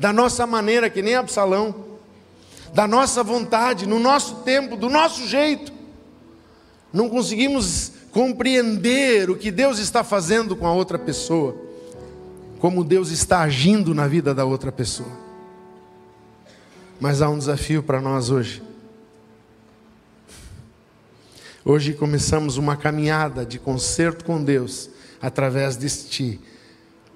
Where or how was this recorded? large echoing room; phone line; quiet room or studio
large echoing room